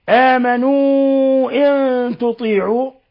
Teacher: مد منفصل لانفصال حرف المد عن الهمزة يمد من 4 إلى 5 حركات. قوله تعالى إن تطيعوا نون ساكنة بعدها التاء، الحكم التجويدي إخفاء حقيقي.